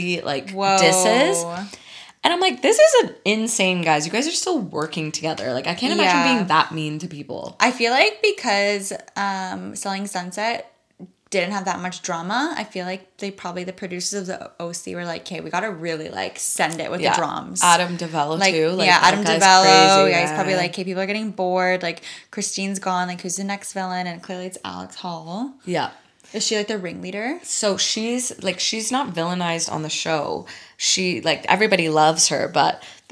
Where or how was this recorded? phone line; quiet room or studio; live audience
quiet room or studio